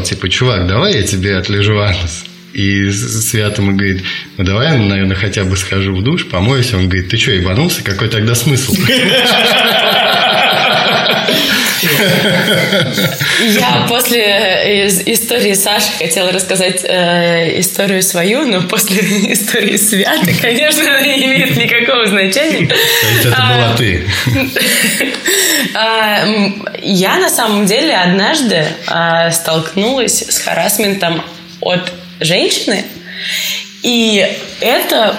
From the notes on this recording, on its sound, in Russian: запись стала лучше, но появилось эхо